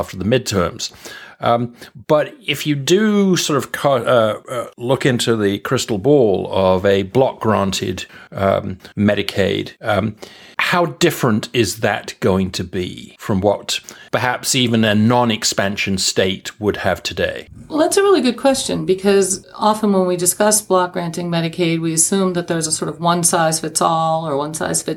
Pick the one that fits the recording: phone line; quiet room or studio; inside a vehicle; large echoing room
quiet room or studio